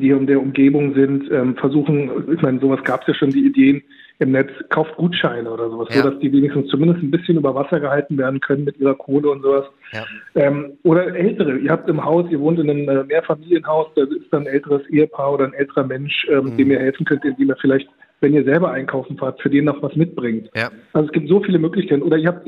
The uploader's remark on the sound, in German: Während der Corona-Krise praktizieren auch wir "Social Distancing". Per Telefon dazugeschaltet.